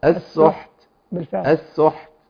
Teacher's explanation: لازم همس الحاء مع تمكين المخرج وهمس التاء في مخرجها هذا